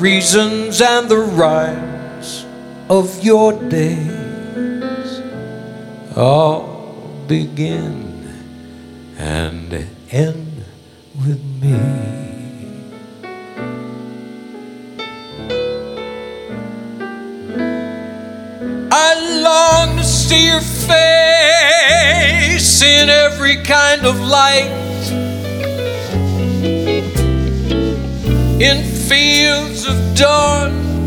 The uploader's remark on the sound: Live at the SouthPoint Casino.